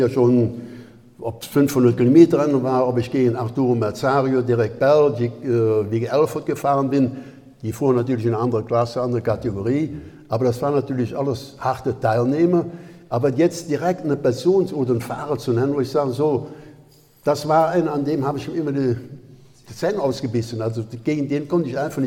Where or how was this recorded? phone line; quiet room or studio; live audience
live audience